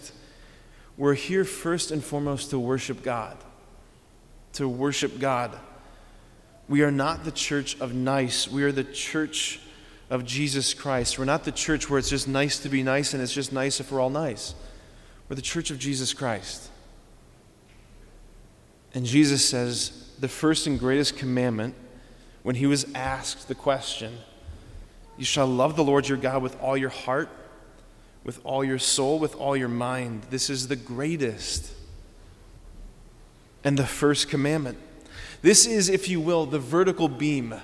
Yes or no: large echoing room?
yes